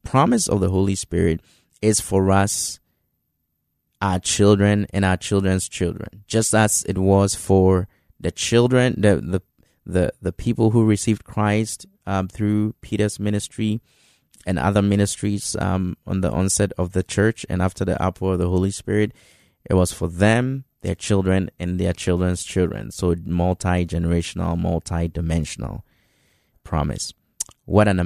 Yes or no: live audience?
no